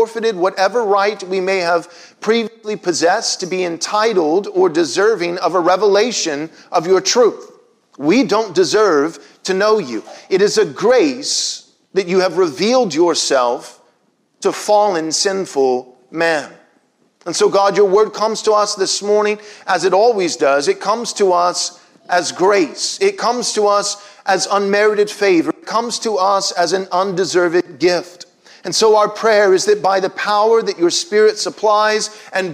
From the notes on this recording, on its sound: Was preached from Psalm 8 at Covenant Bible Church on Sunday, April 25, 2021.